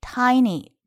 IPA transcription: 'taɪnɪ